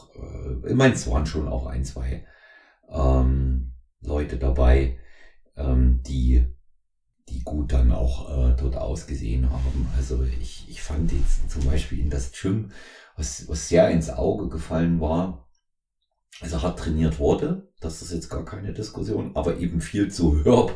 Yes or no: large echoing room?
no